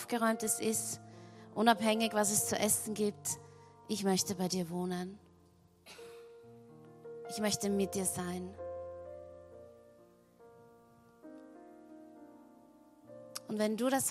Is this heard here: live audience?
yes